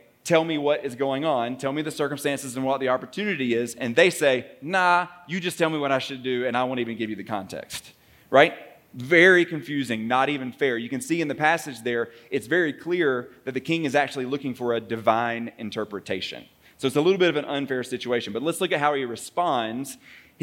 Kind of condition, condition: setting, large echoing room